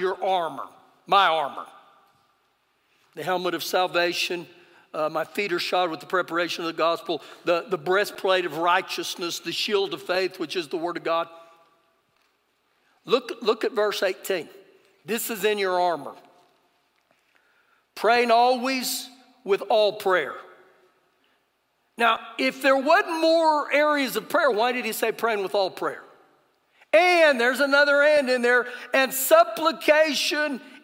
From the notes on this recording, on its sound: Recorded live during our Sunday morning service